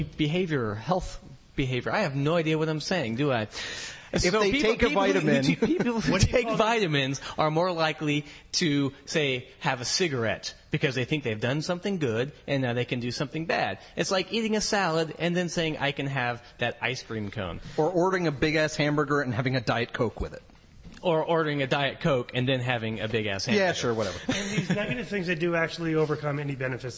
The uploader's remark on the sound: Live recording in front a group of skeptics! Our first live recording.